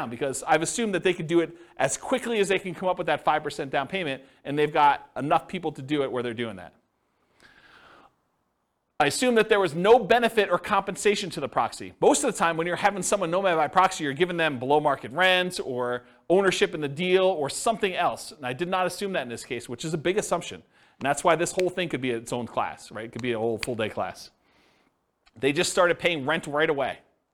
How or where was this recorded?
live audience